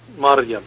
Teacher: مريم وليست مريم هذه في العامية ممكن تمشي معنا. أما في القرآن كلها مريم الراء مفخمة شوية